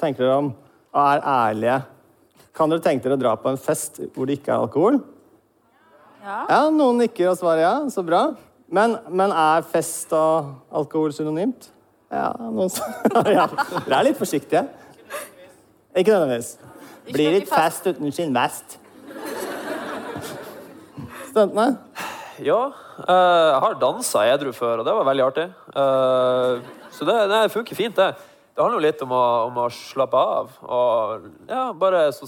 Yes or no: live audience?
yes